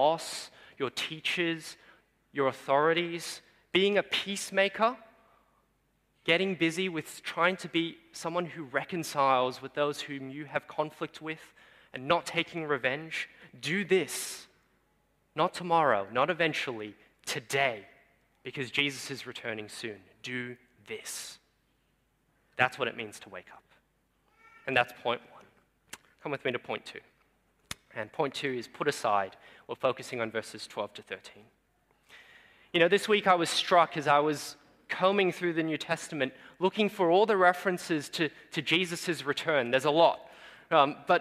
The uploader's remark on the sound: Sermon preached on 31 July 2022 at Newtown:Erskineville Anglican Church.